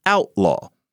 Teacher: in order to make something a noun, one way to do it is to shift the accent to the first syllable instead of the second syllable · Term: backshift